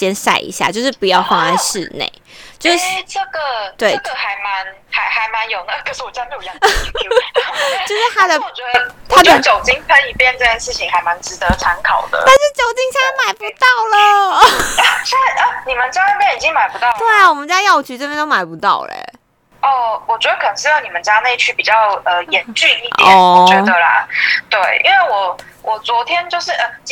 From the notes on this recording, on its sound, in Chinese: 由於是call out，所以部分音質有點影響，敬請見諒！